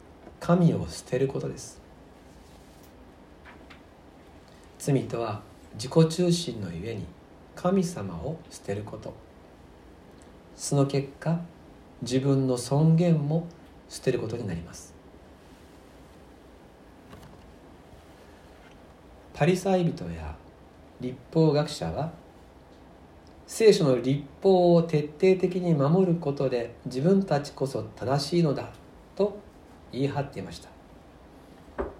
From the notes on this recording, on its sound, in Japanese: 吉備教会礼拝メッセージ録音